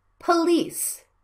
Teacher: The second vowel is a stressed syllable. So you need to pronounce the first vowel quickly and silently.